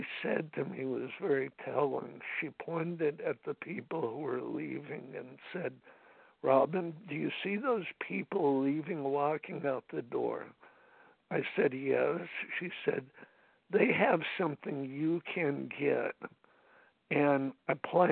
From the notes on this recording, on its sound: from the 100 Pounders Phone Meeting, 8/27/23.